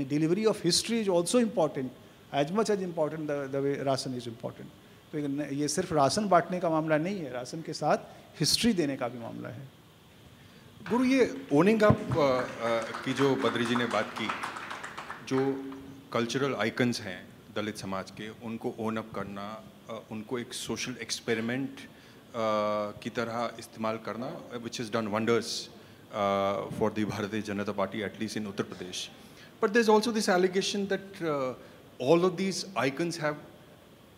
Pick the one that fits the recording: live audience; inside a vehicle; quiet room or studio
live audience